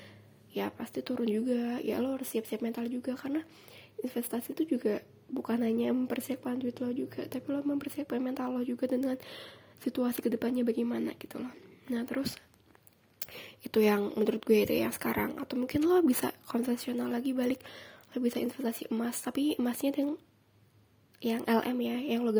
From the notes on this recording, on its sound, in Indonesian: Suara grasa grusu di dalamnya.